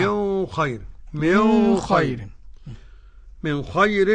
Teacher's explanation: الراء في خير مرققة للكل · قرأ أبو جعفر رضي الله عنه أرضاه بالإخفاء، بالإخفاء. فالنون عند الخاء.